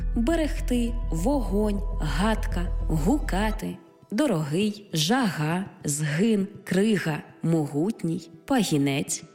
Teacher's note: Буква «Г» передає на письмі глотковий щелинний приголосний